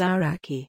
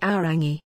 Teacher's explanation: In the South Island, the NG changes into a K. · Shown in: first take